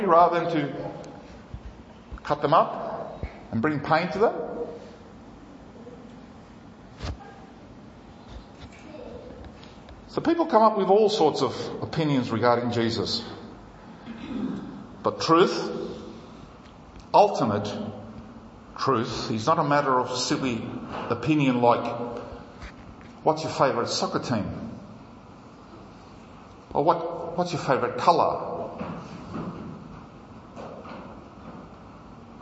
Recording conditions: large echoing room